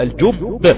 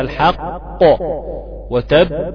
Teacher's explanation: أول واحدة واحدة كده غيابت غيبة الجب واضحة، ودي موجودة في موضعين في سورة يوسف، غيابة الجب تقف على الباء بالتشديد لأن طبعا واحدة ساكنة والتانية محركة بكسر، والمقلق لما بنقف عليه ويبقى مشدد ده بيبقى في أعلى درجاته، فلا تسرع في الإتيان بالقلقلة بل تتأخر قليلا تقول الجب، كوقوفك على كلمة الحق وتب.